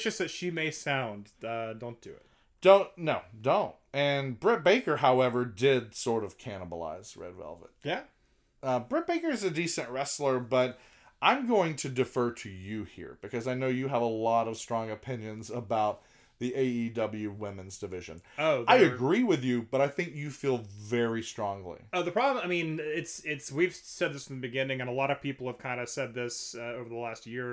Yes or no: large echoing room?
no